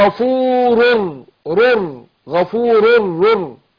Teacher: بضغم نون التنوين، النون الساكنة في الراء إدغام بغير غنة